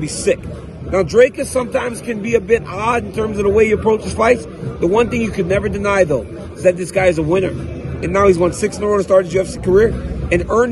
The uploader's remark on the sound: Live from the octagon. At UFC 290.